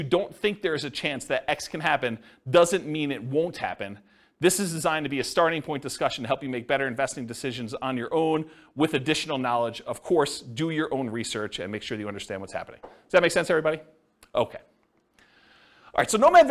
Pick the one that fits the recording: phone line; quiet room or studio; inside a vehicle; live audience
live audience